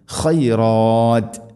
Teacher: ഖ തൊണ്ടയുടെ മുഗൾ ഭാഗമാണ് മഖ്റജ്